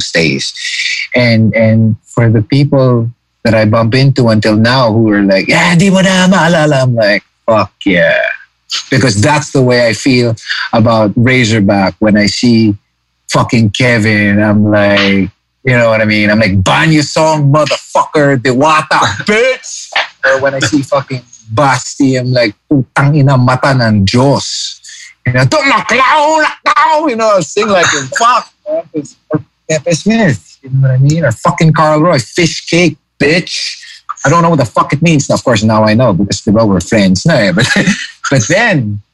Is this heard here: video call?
yes